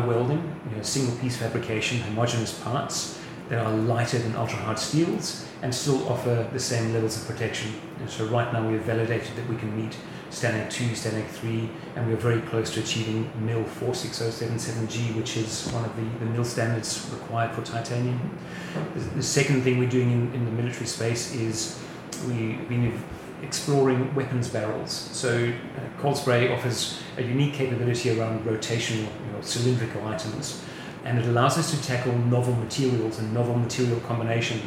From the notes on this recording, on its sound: The episode was recorded at Land Forces 2022 last week.